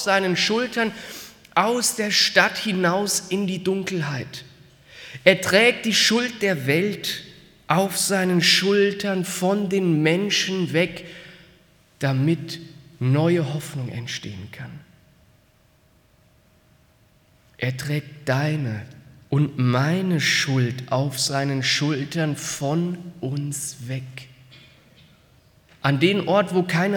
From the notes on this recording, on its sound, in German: aus dem Karfreitaggottesdienst der Missionsberg-Gemeinde (LM)